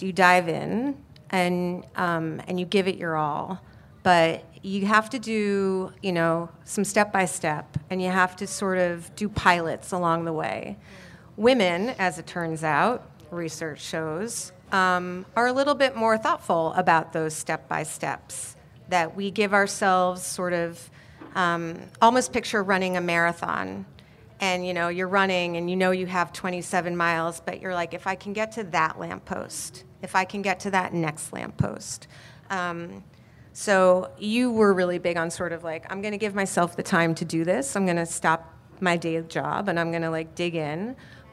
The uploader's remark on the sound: LIVE at Whole Foods Market Tribeca.